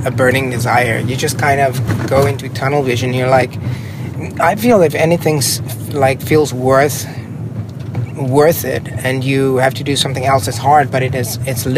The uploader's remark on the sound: (in a car!). Trying to find a parking spot in New York!